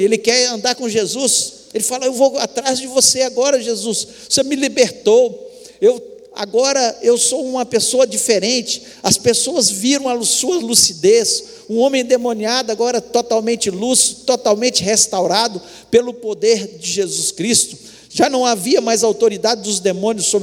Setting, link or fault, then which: setting, large echoing room